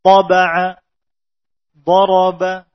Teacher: Yang kedua berkurang leluasa menebalkannya dikarenakan fathahnya tidak diikuti alif.